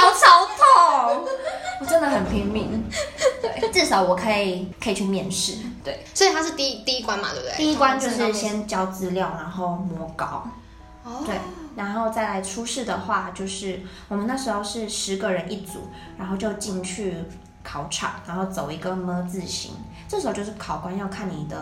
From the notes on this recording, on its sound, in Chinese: 本集因場地錄音關係，技術不夠成熟，些許回音或雜音， 已利用一些背景音樂遮掉請各位見諒